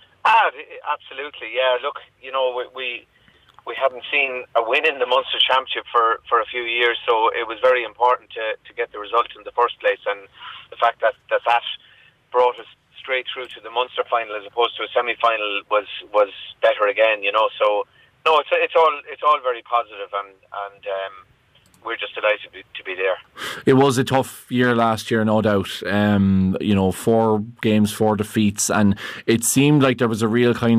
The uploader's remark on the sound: joins us on the phone